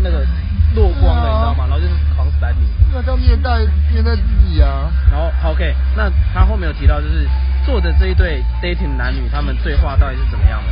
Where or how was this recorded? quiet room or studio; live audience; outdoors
outdoors